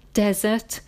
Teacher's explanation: Remember, stress on the first syllable, desert